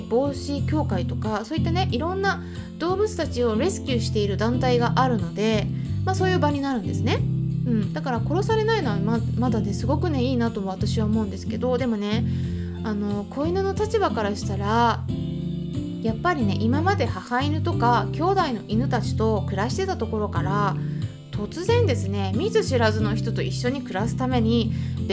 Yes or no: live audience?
no